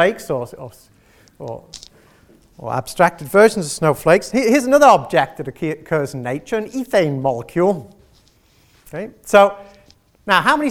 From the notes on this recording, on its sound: gave this Inaugural Chairman's Public Lecture